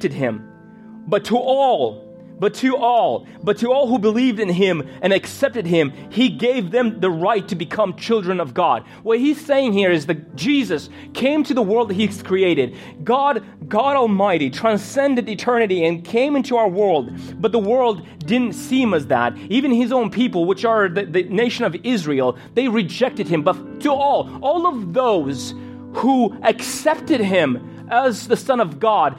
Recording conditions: large echoing room